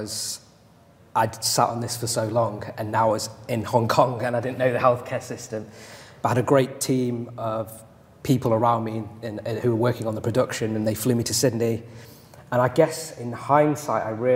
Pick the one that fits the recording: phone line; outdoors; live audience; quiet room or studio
live audience